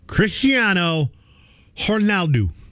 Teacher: The R sounds like an H. The D-O sounds like do.